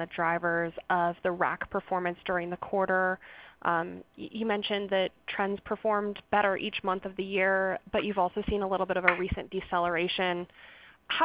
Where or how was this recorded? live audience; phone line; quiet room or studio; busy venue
phone line